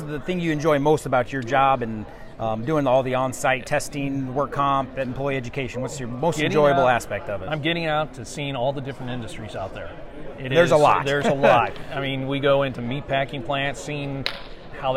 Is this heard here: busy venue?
yes